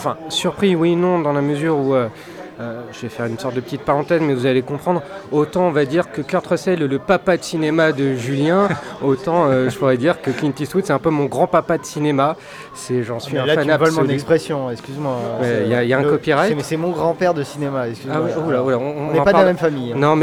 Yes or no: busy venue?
yes